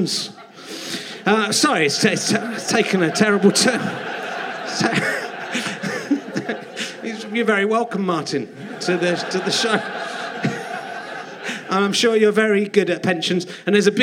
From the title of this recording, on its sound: Leicester Square Theatre Podcast